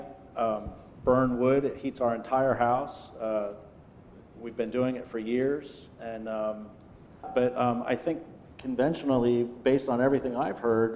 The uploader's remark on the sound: We listen to a panel discussion I moderated two weeks ago at the 16th Eastern Shore Planning Conference in Easton, Maryland.